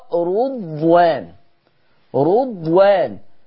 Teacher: دي منها كلمة رضوان قرأها شعبة بضم الراء